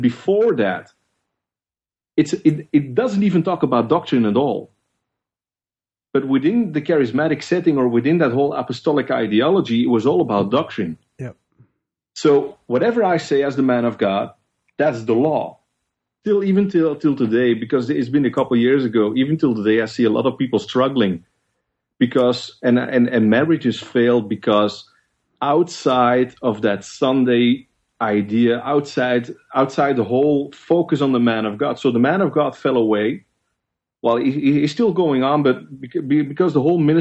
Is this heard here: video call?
yes